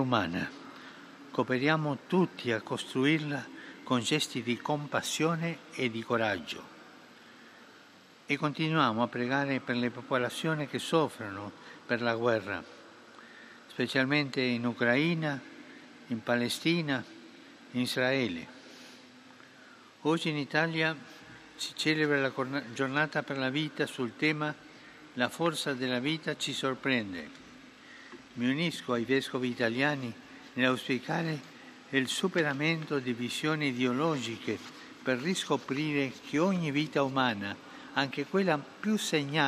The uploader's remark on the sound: PETER'S SQUARE, RECITATION OF THE ANGELUS PRAYER